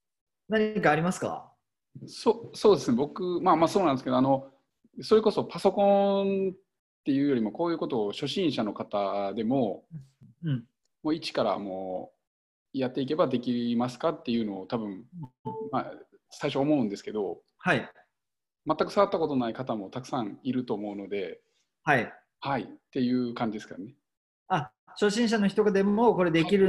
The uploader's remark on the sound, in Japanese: zoomセミナー